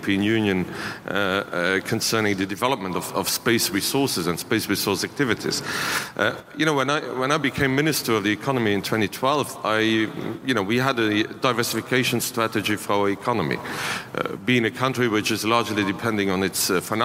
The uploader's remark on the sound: A special podcast from the International Astronautical Congress in Washington. We’ve edited the recording removing individual introductions to keep the podcast within a reasonable length.